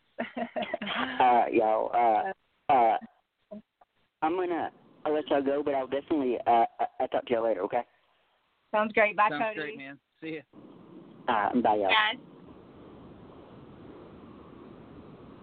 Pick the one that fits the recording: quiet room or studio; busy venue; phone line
phone line